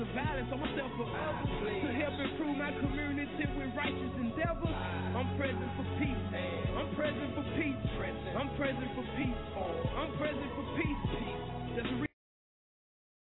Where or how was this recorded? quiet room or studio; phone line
phone line